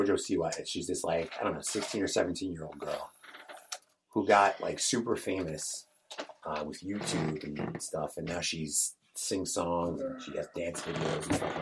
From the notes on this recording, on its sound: Presented without interruption (but with the constant sound of a chair squeaking)